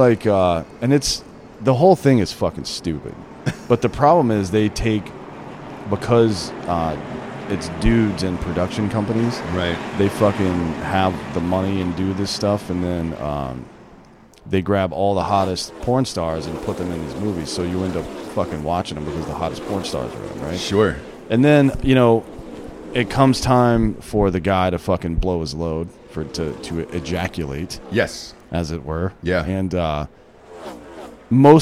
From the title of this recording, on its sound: Live From The Daytona 500